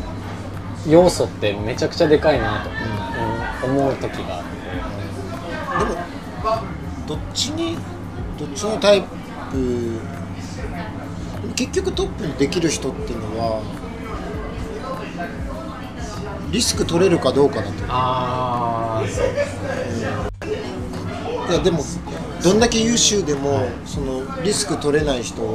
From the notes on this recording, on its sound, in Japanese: 焼肉屋さんで突然の収録で騒がしいですが、そんな場だからこその熱い談義になりました。